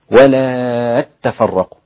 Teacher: قال ولا ست حركات، ولا تفرقوا، فأصلها تاءين ولا تتفرقوا، فأدغمت التاء في التاء فأصبحت تاء واحدة مشددة